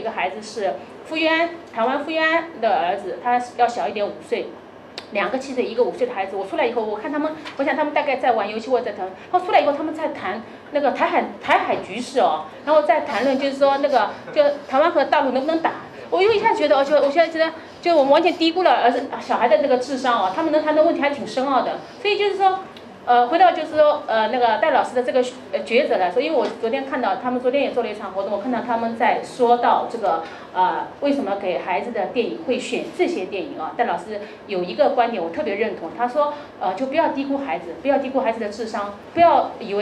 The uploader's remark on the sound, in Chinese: 巅峰对谈现场。据说有人因为没挤进现场在烈日下痛哭。